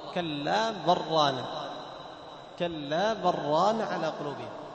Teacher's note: ادغام لام الحرف في الراء